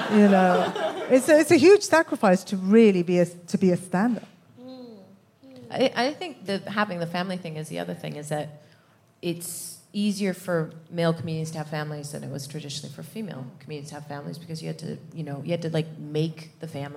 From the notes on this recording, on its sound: Recorded 17 July 2022 at 21Soho in London.